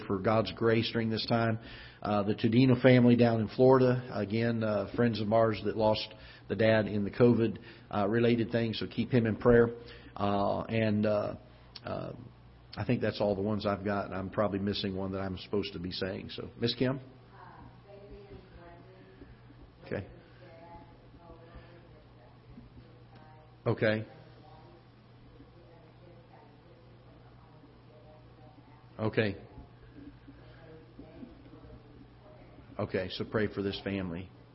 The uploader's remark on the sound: Ketha Heights Baptist Church ~ Live Broadcast